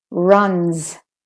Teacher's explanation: I still put a bit of voice into the z after the n.